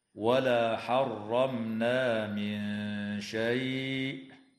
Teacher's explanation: وتظهر الميم الساكنة عند النون في كلمة حرمنا، وتخفى النون الساكنة عند الشين مع الغنة مرققة في قوله تعالى: من شيء.